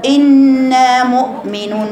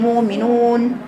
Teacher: مؤ حرف انفجاري، الهمزة حرف انفجاري · Shown in: first take